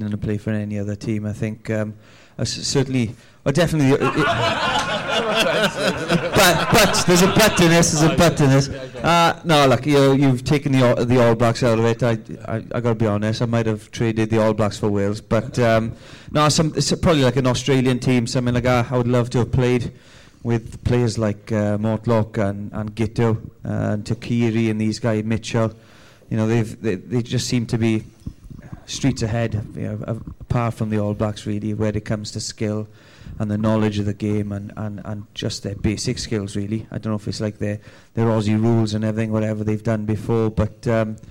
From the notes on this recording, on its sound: A live audience.